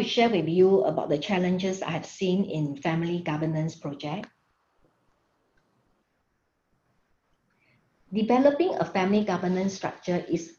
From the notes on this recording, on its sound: Webinar audio recording